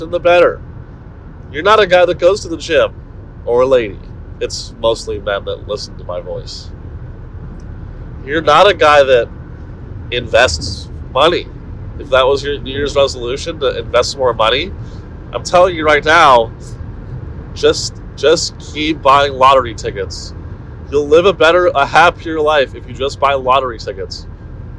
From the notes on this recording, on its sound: In this short audio only episode. Broadcasts to you live from his iPhone while driving to Dallas on I-35 in his Honda. Pardon this trash audio quality, we’re back in the studio next week.